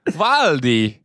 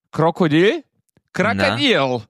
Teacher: in der russischen Sprache ist das so, dass O als A ausgesprochen wird